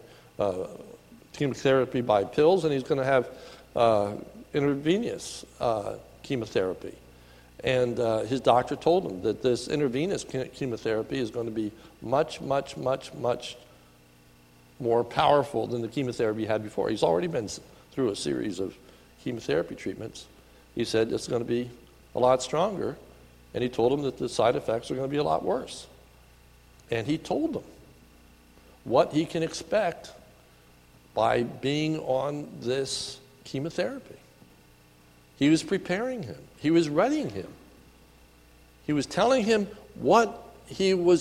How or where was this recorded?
large echoing room